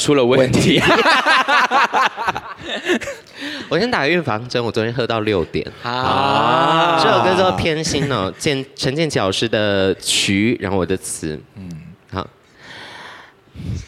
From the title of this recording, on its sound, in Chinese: 特別版現場錄音